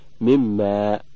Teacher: وإن كان متقاربين أو متجانسين قلب الأول حرفا مماثلا للثاني ثم أدغم فيه، كأن تقلب النون ميما ثم تدغم في الميم بعدها · Term: الإدغام